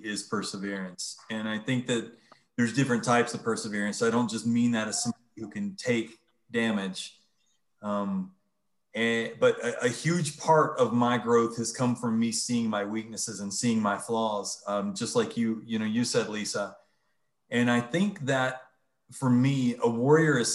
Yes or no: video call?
yes